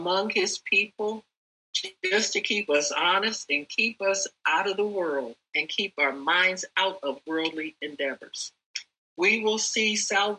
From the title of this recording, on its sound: NEW COVENANT OF PEACE ZOOM EVENT